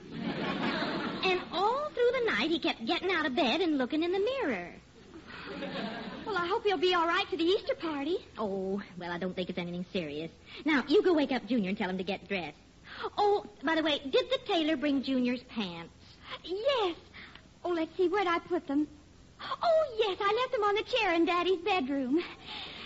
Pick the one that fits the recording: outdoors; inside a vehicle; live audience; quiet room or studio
live audience